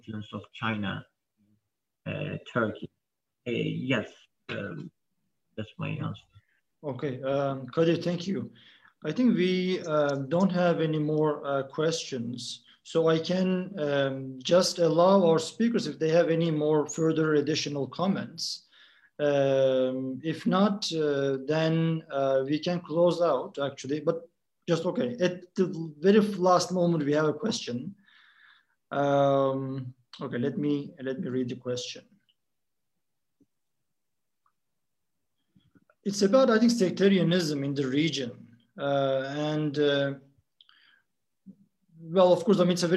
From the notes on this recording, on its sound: This public talk was conducted online via Zoom.